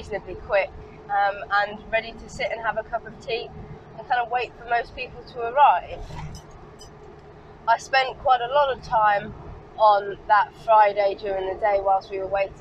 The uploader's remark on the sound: all recorded from my 1968 Morris Minor, Peggy.